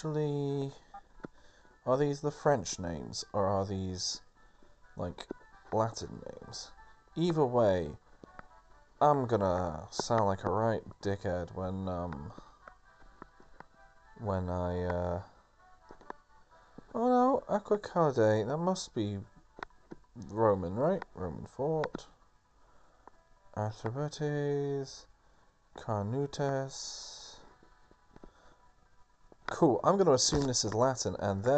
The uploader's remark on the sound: TRASH AUDIO. This attempt to work out how best to record my phone from my phone. There are some really basic mistakes made, it's frankly embarrassing.